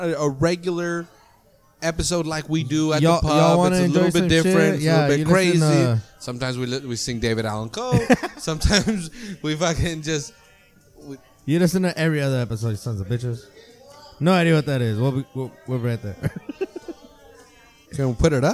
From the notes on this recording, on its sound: We are back at the Press Club in Seaside for their monthly open mic night. For the last year, people have been gathering on Fremont Blvd to read poetry, sing, and play all kinds of instruments.